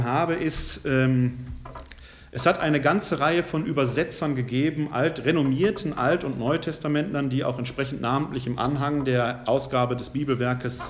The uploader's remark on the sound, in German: Mitschnitt des Vortrags